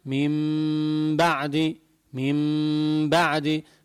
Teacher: شفايفة من مسكر عليهم على الآخر وشادد، لأن هي الميم من حروف الشفا يعني الشفوية، تخرج مخرجها الشفا، ما بقول ميم بعدي، لا، إنما ميم بعدي، ميم بعدي، فبتطلع الميم مخفات وتظهر غنة مقدار حركتين.